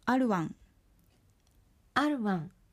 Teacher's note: R は弱くうを響かせます。